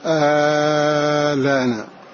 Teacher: أن يمد الهمزة آلانا، لأن حركة الهمزة التي نقلت إلى اللام عارضة، فأصل المد هنا مد لازم، فإذا نظر إلى الأصل مد ولم يعتبر حركة الحركة العارضة